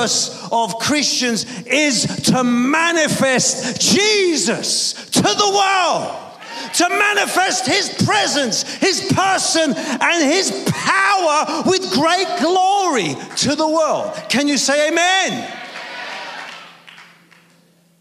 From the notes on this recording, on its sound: preaching at a Church in Thailand